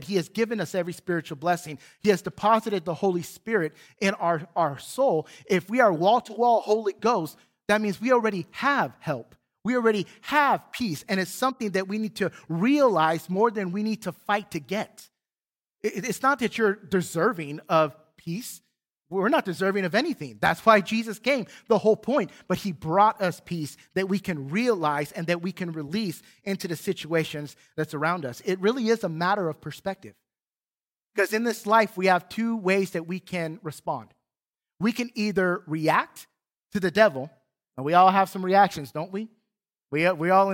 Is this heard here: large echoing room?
yes